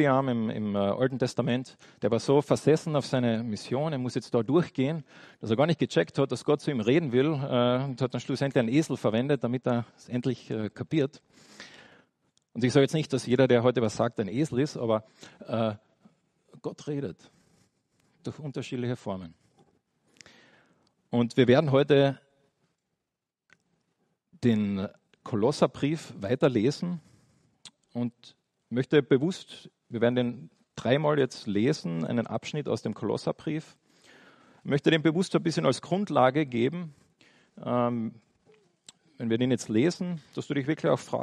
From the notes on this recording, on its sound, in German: eine kleine Predigt, welche bei einem Austauschgottesdienst gehalten wurde